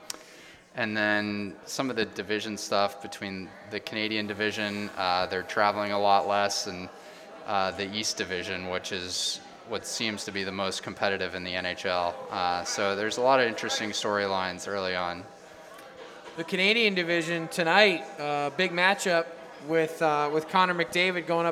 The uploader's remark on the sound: Live at Frothy Beard Brewing. Recording of the first live edition of the podcast. At Frothy Beard Brewing in Charleston.